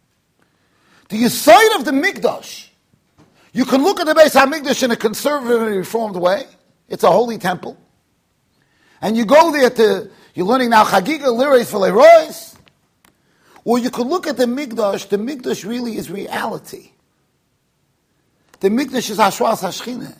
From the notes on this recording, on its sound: Shiur recorded in Yeshivas Ohr Reuven, Monsey NY.